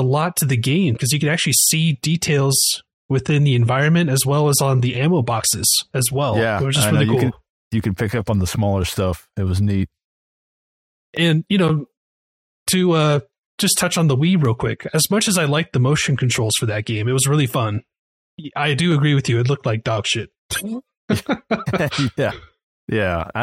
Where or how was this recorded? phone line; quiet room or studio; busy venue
quiet room or studio